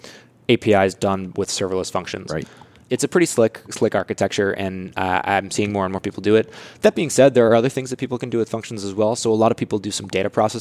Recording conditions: busy venue